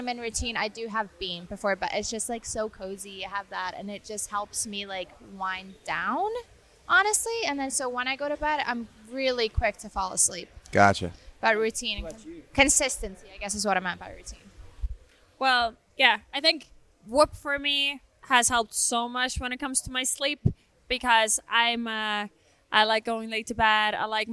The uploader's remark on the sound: Live from Wodapalooza. We were down in Miami at Wodapalooza.